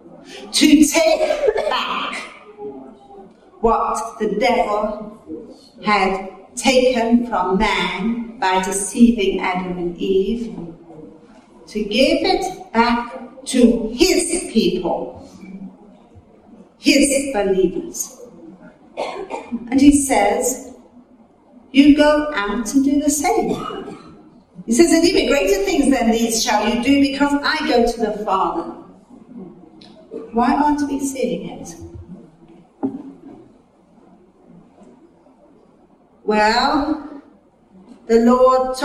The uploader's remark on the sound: Recorded at a teaching meeting.